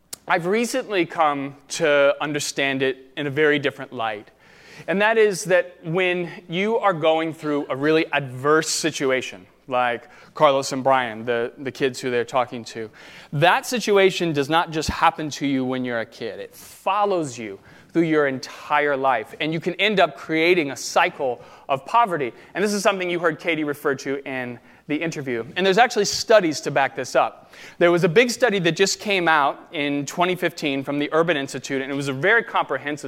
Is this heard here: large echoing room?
yes